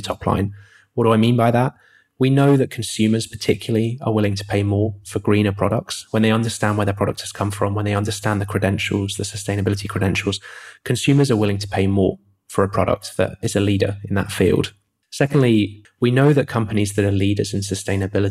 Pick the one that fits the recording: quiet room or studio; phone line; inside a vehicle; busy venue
quiet room or studio